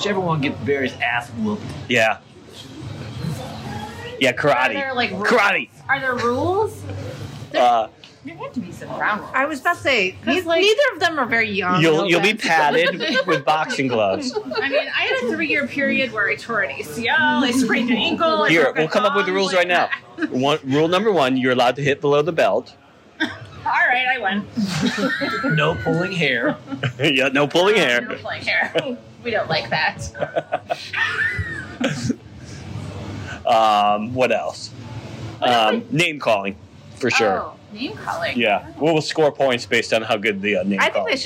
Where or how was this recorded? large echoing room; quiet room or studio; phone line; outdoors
outdoors